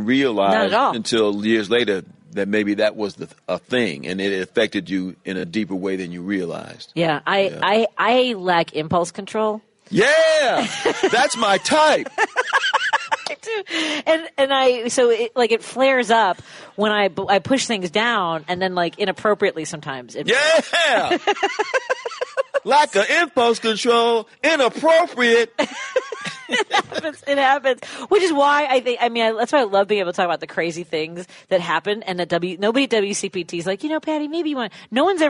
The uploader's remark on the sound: live at the Kenosha Comedy Club at Wyndham Garden Kenosha Harborside